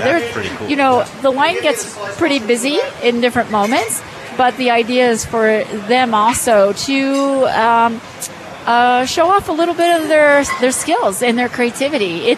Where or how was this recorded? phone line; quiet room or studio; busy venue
busy venue